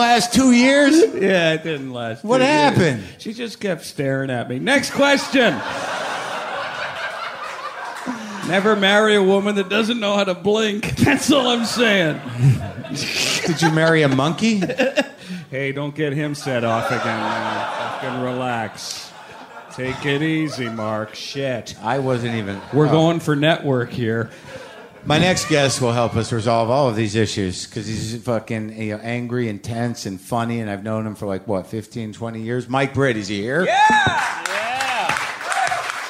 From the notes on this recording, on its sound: Live From Montreal. Recorded at the Montreal Just for Laughs Comedy Festival.